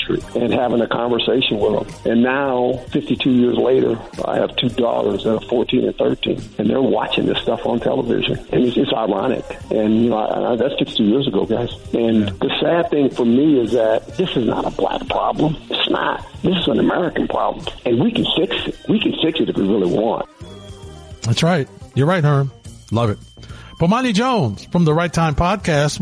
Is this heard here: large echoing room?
no